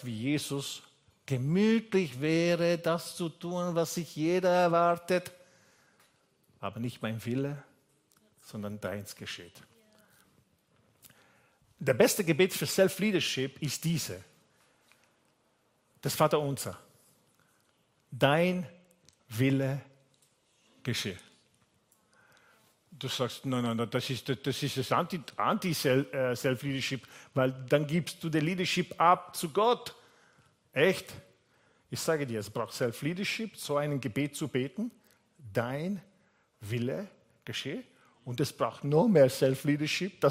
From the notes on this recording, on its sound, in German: Gottesdienst live aus der LIFE Church Wien